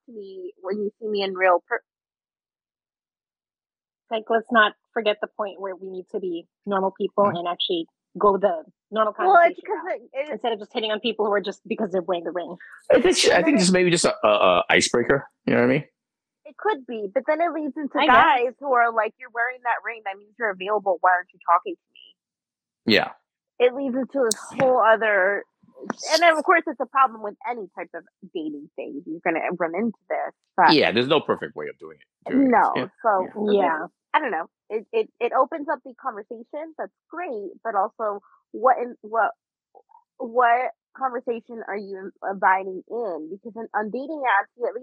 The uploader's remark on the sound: Especially with the audio problems and all.